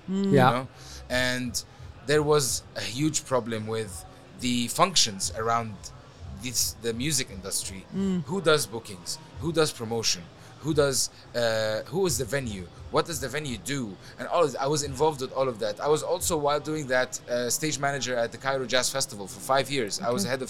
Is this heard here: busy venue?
yes